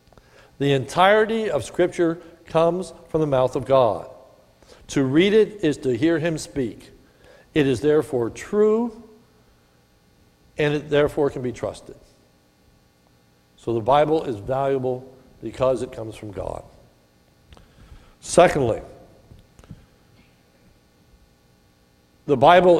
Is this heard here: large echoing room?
yes